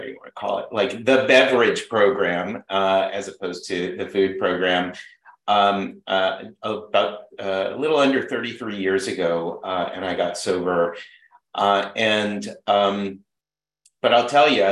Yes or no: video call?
yes